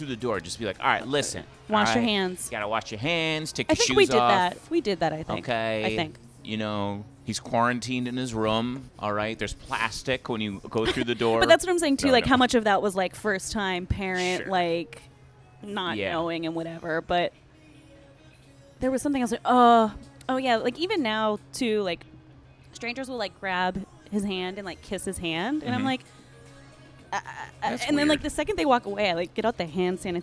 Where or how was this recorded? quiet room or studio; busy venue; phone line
busy venue